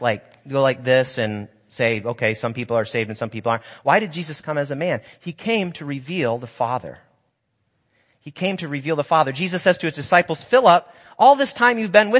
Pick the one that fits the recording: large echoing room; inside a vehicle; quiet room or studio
large echoing room